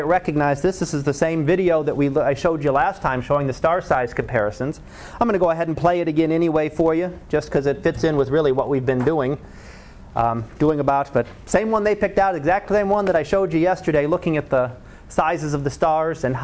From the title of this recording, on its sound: Live Class Lecture